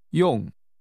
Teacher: The word meaning to use is pronounced with a falling tone. 用. It sounds just like the middle of the word credit card, but when used like this, it has a different meaning.